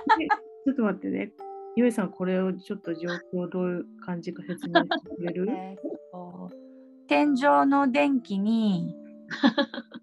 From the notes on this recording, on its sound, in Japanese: 録音は…ひとりでやります。Zoomにてリモート収録。